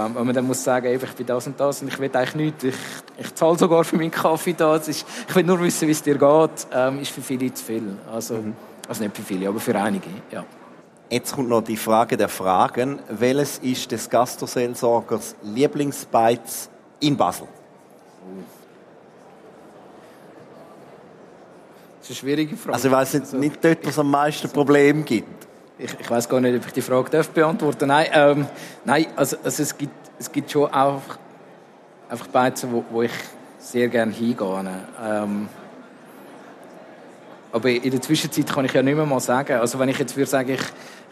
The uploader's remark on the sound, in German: im Live-Podcast an der Igeho